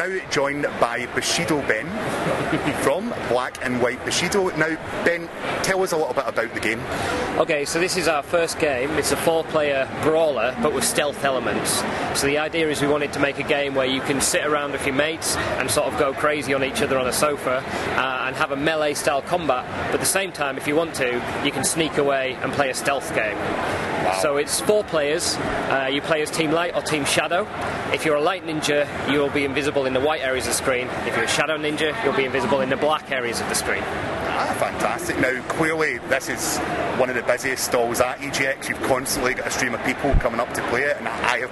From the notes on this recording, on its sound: EGX 2016 Minicast. Please note the audio quality is not up to our usual standard due to being recorded live at the Event. EGX in the UK.